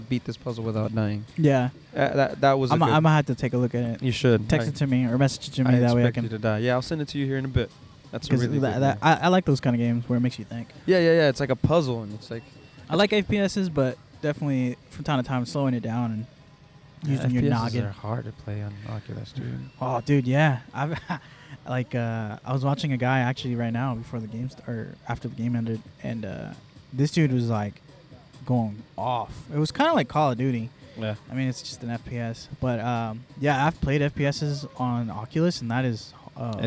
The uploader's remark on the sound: Recorded Live from The Footy Festival 2.0.